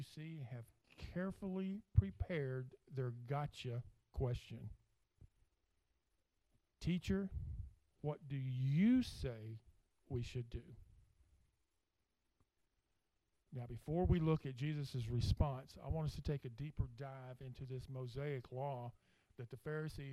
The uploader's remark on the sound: speaking at Soma Community Church in Jefferson City, MO on 30 April 2023